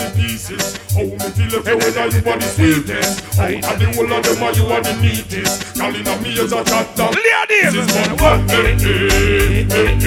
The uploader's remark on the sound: LIVE IN JAMAICA MOMENTUM 2023 ALVA PLAYFIELD ST ANN. ONE VOICE IN JAMAICA ALEXANDRA . ST ANN (MOMENTUM 2023).